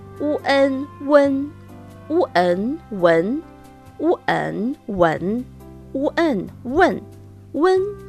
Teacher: La U se combina con la vocal nasal delantera en UN